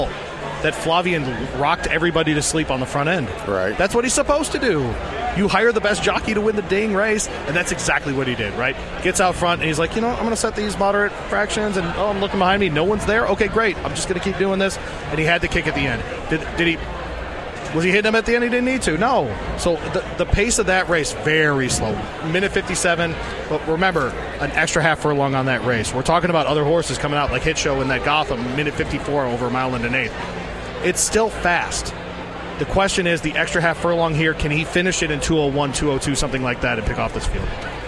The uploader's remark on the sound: live from Churchill Downs